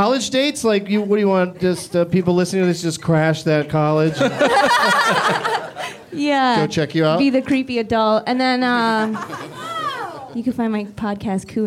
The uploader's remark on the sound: Live from The Improv in Orlando